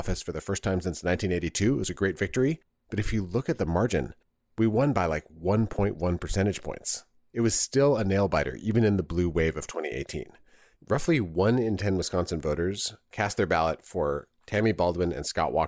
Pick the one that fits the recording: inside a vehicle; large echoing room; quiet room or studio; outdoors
quiet room or studio